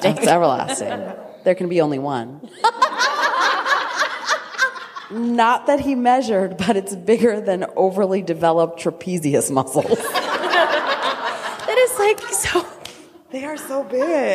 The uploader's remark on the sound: Our Live Show at RWA!